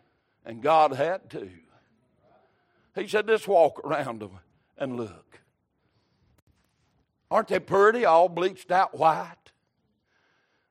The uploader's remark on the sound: Recorded March 26, 2023 - Sunday Evening Service